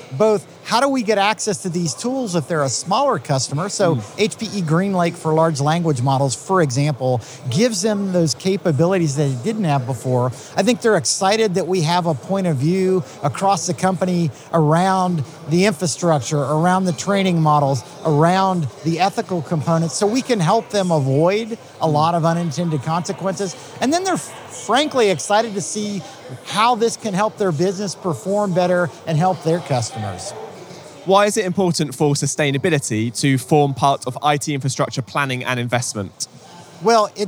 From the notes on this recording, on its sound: heading back to the floor of HPE Discover event in Barcelona